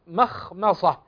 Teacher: الميم مرققة، ثم الخاء مفخمة، ثم الميم مفخم، مخمصة، ثم الميم مرقق، ثم الصاد مفخم.